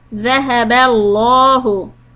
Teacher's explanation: The name of Allah preceded by فَتْحَ. Heavy lamb